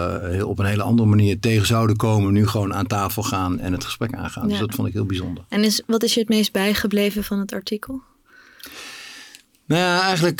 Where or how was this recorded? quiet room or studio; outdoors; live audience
quiet room or studio